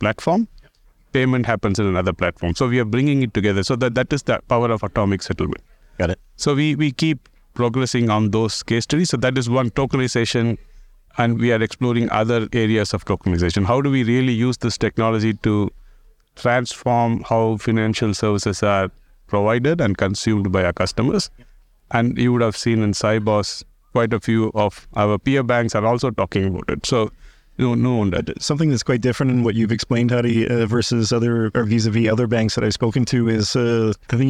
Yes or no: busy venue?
yes